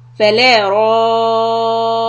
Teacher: we have the mad followed by a شدة we will hold it for six حركات